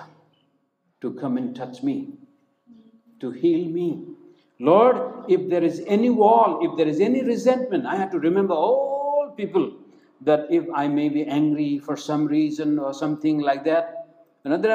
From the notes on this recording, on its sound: preached in Hope Church, Guwahati on January 17, 2021